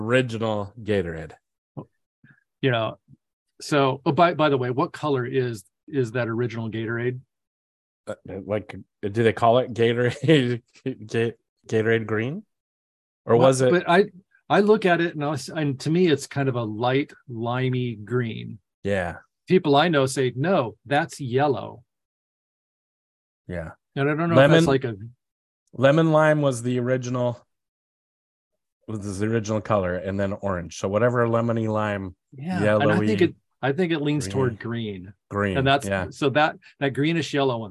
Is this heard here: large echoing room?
no